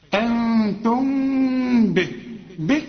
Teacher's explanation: أنتم ودنون محتاجة غنة علشان التاء من حروف الإخفاء هنا، وبعدين ميم بعدها به بيحصل لها إخفاء ما تضمش هنا شفايفك